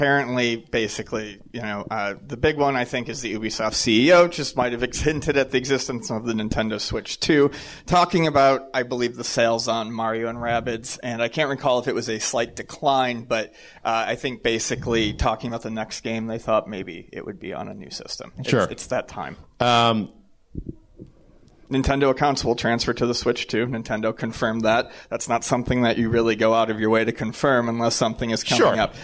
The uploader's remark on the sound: An audience Q&A - recorded LIVE at Long Island Retro Gaming Expo!